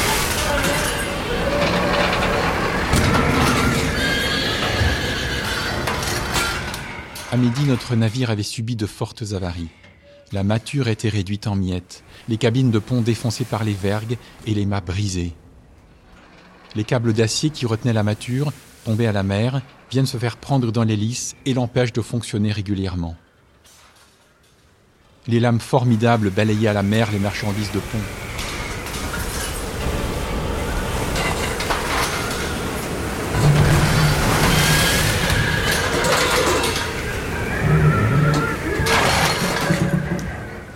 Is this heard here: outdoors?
yes